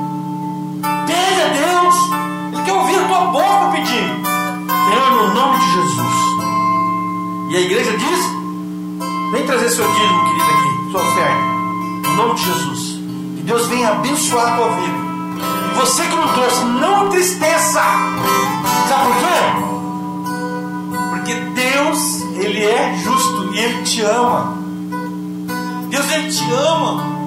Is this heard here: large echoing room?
yes